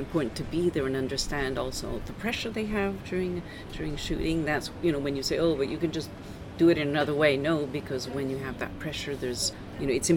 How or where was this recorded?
busy venue